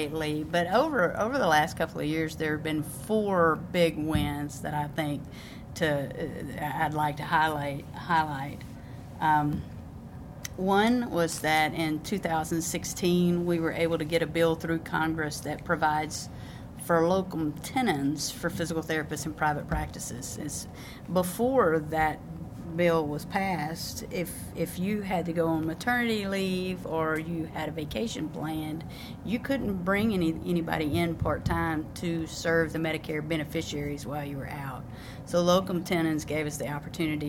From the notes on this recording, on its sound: LIVE from Washington DC at the Federal Advocacy Forum through the American Physical Therapy Association